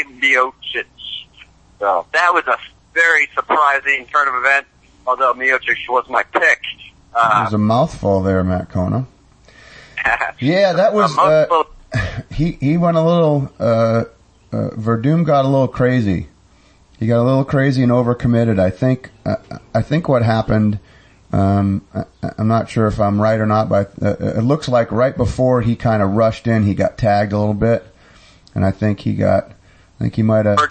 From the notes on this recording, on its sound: Are in the studio for this episode. Calls in from the Prudential Center in Boston.